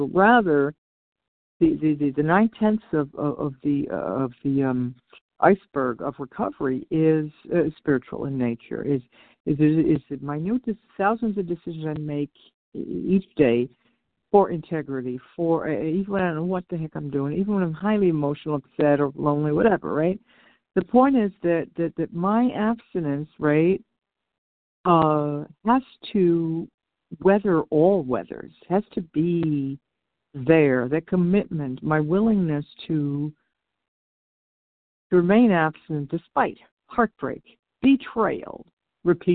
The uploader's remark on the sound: 100 Pounders Phone Meeting.